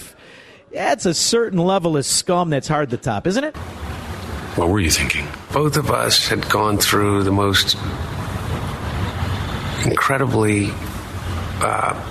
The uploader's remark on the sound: broadcasting LIVE from the Meridian Banquet Halls!